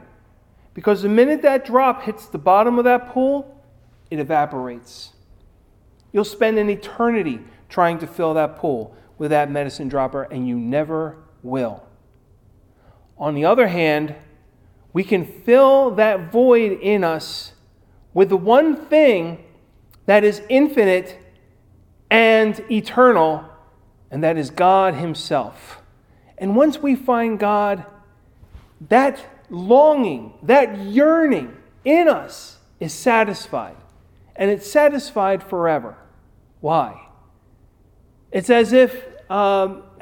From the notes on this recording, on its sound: Recorded at Ebenezer UMC